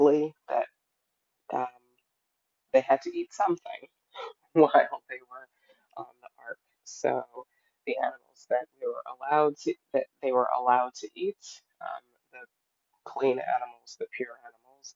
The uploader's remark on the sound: Forgive the audio quality in this episode!